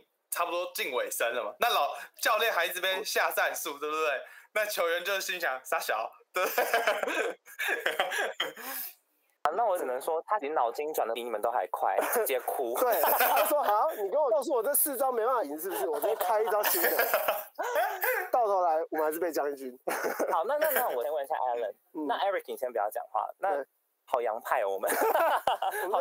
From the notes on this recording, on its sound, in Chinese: 音質受損。連線PART。我們的音訊設備在後半段錄音的時候壞了。